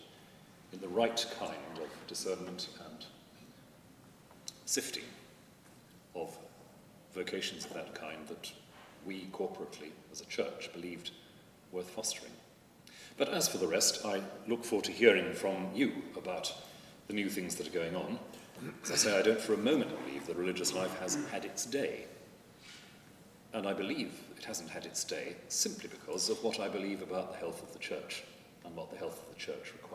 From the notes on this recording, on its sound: At a recent gathering at Lambeth Palace. This podcast was recorded at a gathering to promote the work of the Anglican Religious Communities Charitable Trust.